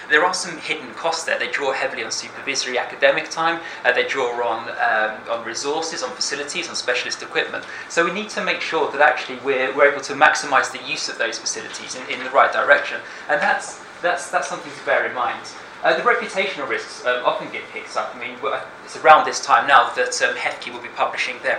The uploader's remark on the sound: speaks at the SRHE Network event Perspectives on Submission and Completion of the Doctorate